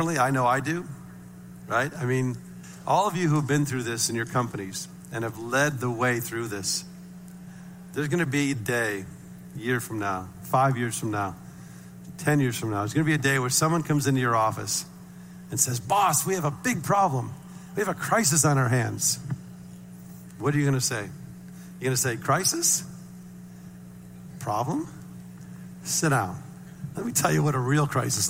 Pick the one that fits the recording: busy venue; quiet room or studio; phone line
busy venue